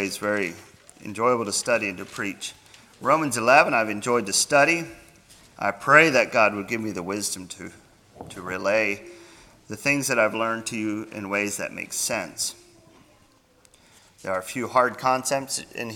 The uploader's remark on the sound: Sermon Recorded at Millmont Mennonite Church on 01-07-24